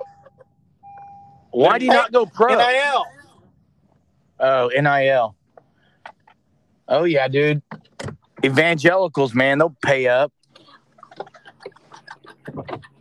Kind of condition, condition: setting, inside a vehicle